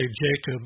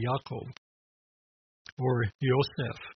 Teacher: the Hebrew has no hard J sound. It has a soft Y sound. · Shown in: second take